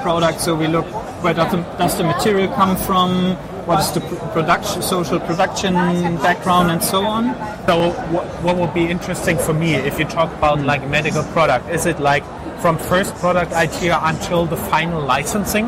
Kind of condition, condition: setting, busy venue